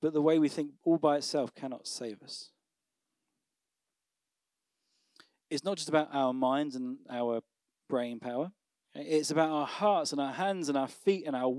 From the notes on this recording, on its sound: Recorded on Sunday 29th October at Manor School, Raunds